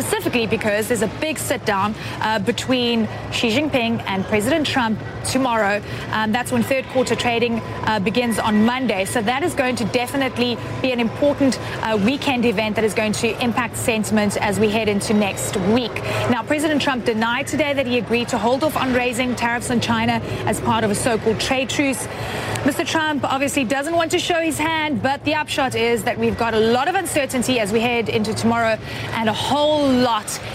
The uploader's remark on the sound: live from the New York Stock Exchange